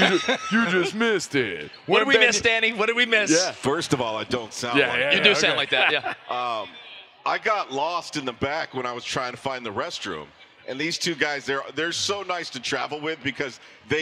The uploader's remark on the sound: live again from NBA-CON in Vegas